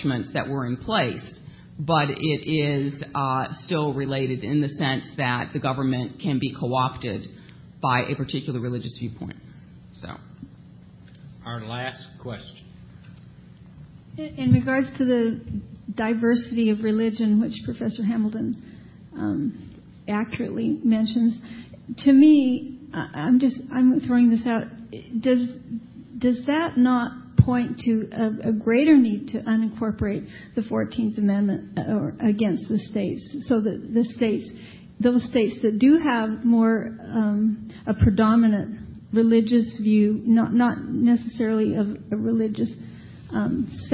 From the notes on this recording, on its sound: The Federalist Society's Federalism & Separation of Powers Practice Group presented this panel discussion at the 2007 Annual National Lawyers Convention on November 15, 2007.